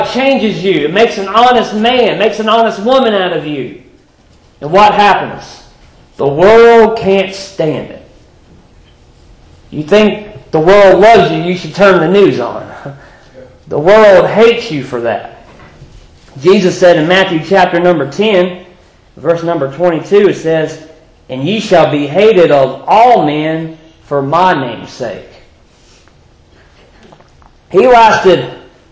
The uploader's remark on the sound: Previously recorded in 2015 at Five Forks Baptist Church in Hillsborough, NC.